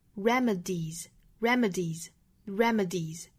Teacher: 尾部的这个复数 s 需要读浊音 z